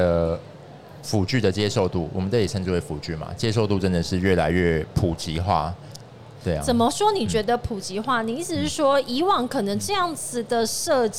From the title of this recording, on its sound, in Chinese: 2022 Medical Taiwan台灣國際醫療暨健康照護展 -Live Podcast